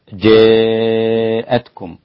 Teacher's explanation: مكتوب ابن ذكوان عن ابن عامر بإمالة جاءتكم، فيصير النطق بها جاءتكم